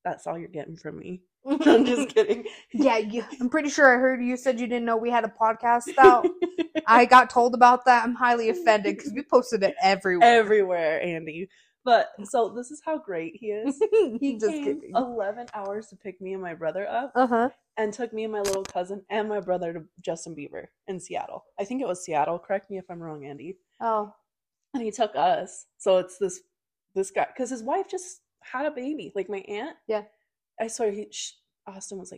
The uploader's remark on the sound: Our mics were not the best in this episode so we apologize in advance!